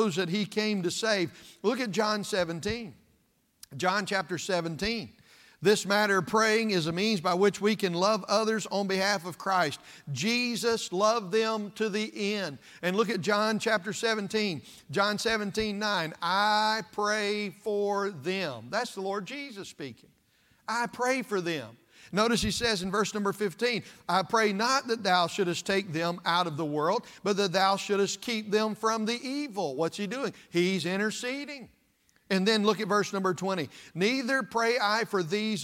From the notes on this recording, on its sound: This message was preached at East Side Baptist Church on February 18th, 2024.